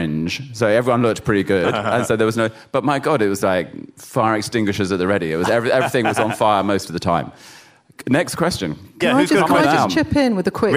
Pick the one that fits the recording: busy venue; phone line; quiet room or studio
busy venue